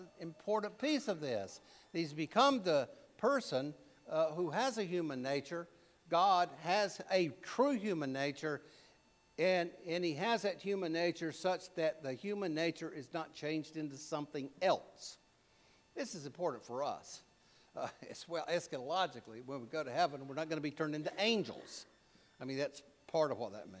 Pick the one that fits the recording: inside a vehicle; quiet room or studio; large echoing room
large echoing room